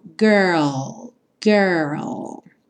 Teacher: Essas palavras que têm R e L, como girl, world, requerem um pouquinho de treino, mas você pensa em fazer uma letra de cada vez. Primeiro o R, que é sempre enrolado, girl. Pensa no R de porta, perna, com a língua bem enrolada. E depois você finaliza com o L, L mesmo, com a língua lá no céu da boca.